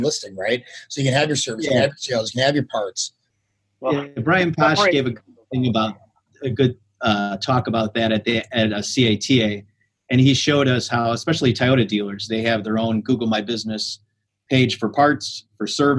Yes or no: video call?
yes